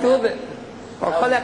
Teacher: قلقلة سهلة لينا يعني النطق بتاعها